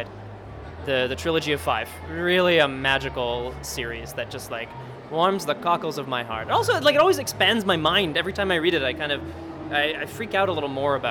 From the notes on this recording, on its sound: All live from Toronto Fan Expo